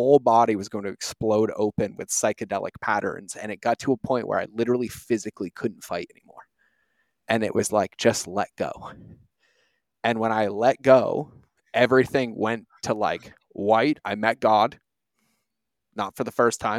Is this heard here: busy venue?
no